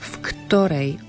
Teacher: Ale nie je to také ťažké, lebo máme za sebou všetko sú to neznelé spoluhlásky, čiže to v znelé sa mení prirodzene na f